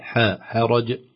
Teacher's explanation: حاء حرج لا تتأثر بالراء المفخمة بعدها